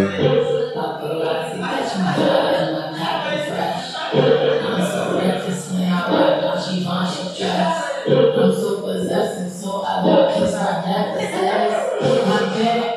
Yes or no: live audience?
yes